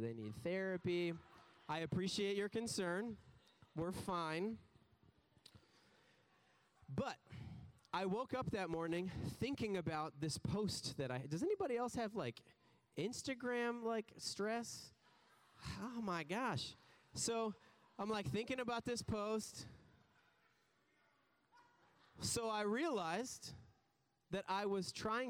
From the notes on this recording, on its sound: preached this message on July 16th at our Downtown community